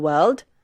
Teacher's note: Don't pronounce the R in world and the E in village